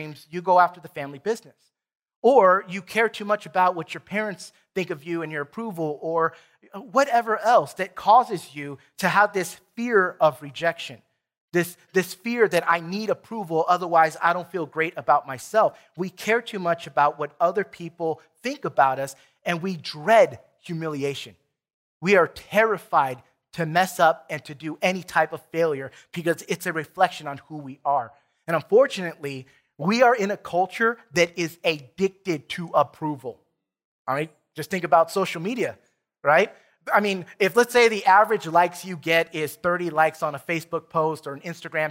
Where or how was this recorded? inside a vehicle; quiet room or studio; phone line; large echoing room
large echoing room